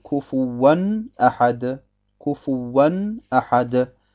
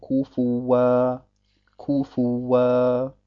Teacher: Das Wow hat danach ein Alif und über dem Alif befinden sich zwei Fathas übereinander geschrieben. Beim Weiterlesen sprechen wir das Nun also aus · Shown in: first take · Term: Tanwin